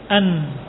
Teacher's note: ujung lidah sama di ujung lidah bertemu dengan gusi gigi atas · Term: nun sukun